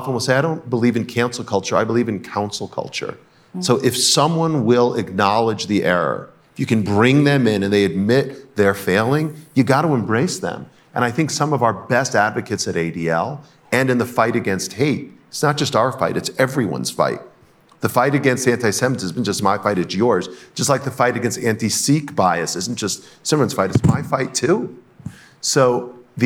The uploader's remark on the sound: In this panel at the 2022 Aspen Ideas Festival